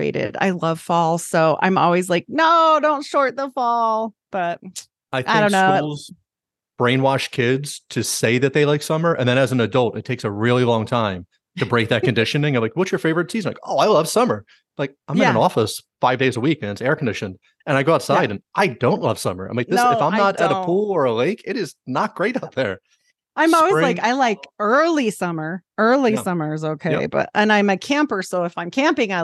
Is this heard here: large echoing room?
no